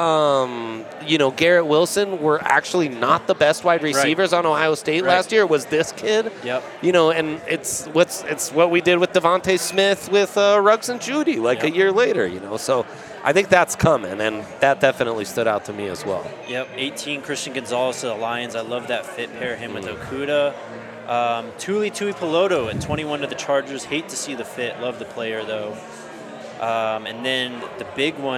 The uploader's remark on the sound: Live from Breckenridge Brewery.